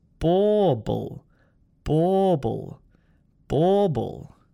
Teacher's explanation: So how do we pronounce this word, bauble? It sounds a little bit like bubble, but it's got an aw vowel sound.